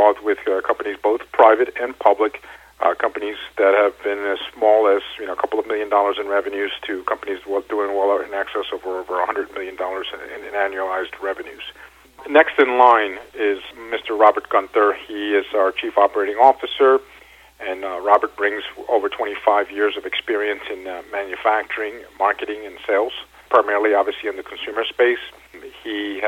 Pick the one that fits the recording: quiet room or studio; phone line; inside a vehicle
phone line